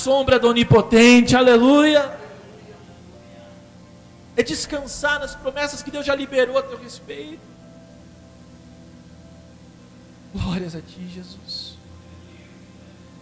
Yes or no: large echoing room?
yes